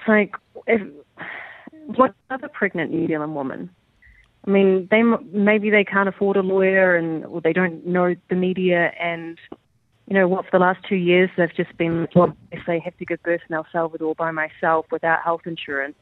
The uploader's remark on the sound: joined the Rumble on the phone Live from Kabul In Afghanistan